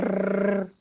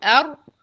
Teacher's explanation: طرف اللسان عندي بيقفل على السقف الحنك بتاعي أو على اللثة بتاعتي، بس بسيب ممر في النص · Shown in: second take · الممر ده هو اللي عمل التوسط لحرف الري. · Term: توسط الريه